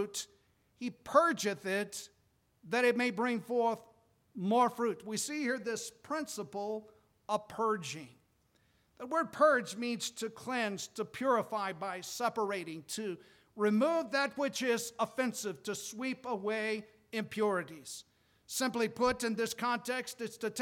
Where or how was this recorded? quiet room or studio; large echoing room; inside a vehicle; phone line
large echoing room